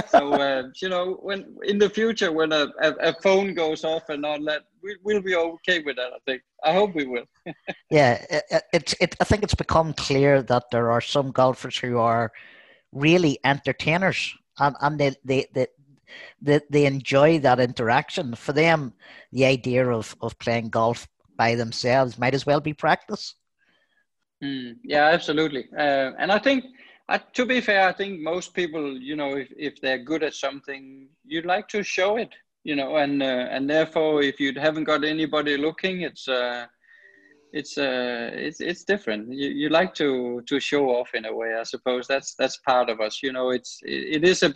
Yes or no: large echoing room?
no